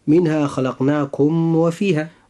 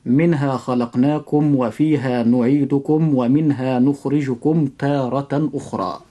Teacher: بالنسبة لكلمة خلقناكم، حرف الواو جاء في كلمة فيها، فهنا يجب إظهار الميم الساكنة إظهارا شفويا، وخاصة عند هذا الحرف وهو الواو · Shown in: second take